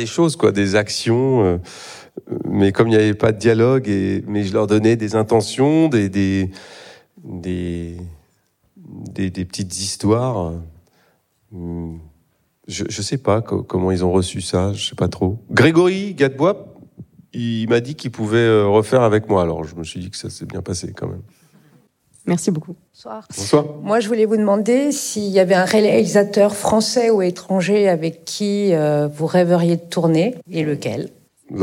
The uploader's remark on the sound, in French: Dans ce podcast enregistré en public.